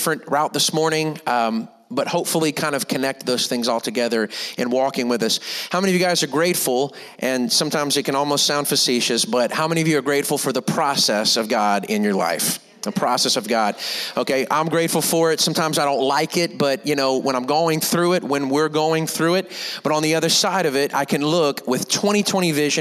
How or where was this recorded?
large echoing room